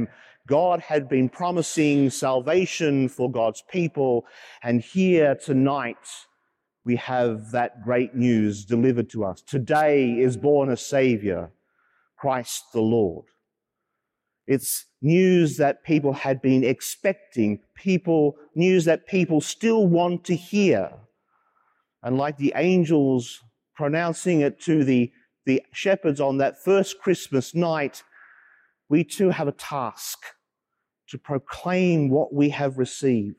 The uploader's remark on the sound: as preached during the live-streamed Midnight Mass from Sacred Heart Cathedral, Hamilton